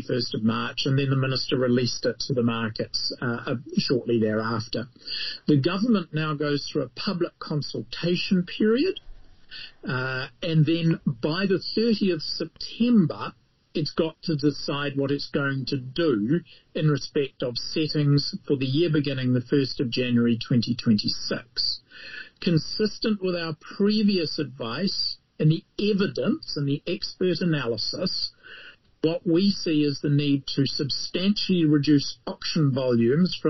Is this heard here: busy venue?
no